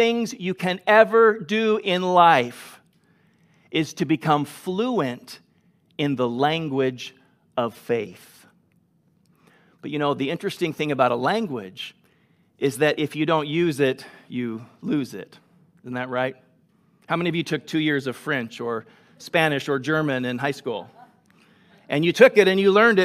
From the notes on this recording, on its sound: Delivered on 22 August 2021 at Grace Church of La Verne